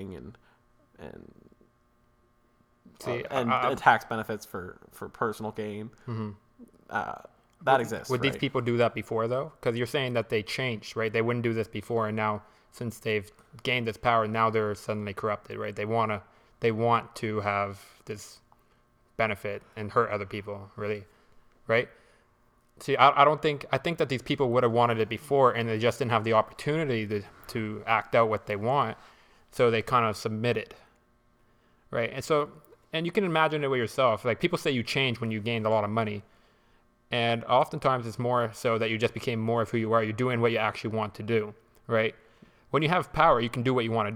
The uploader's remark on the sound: SORRY about the weird ambient buzz, we recorded in a different location that usual so we'll make sure not to use this spot again.